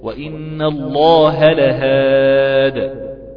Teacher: وإن الله لهاد بتسكين الدال وقلقلتها، مش أنا حسبتها ياء ولا حسبتها كسر ولا حسبت أي حاجة من هذه الأشياء.